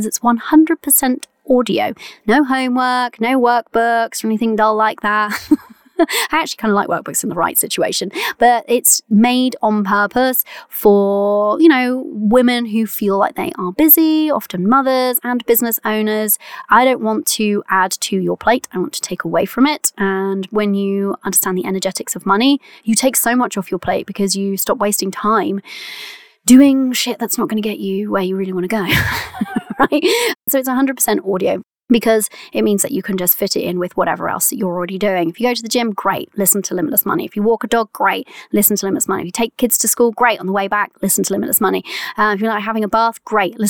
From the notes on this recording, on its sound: very first episode recorded from my van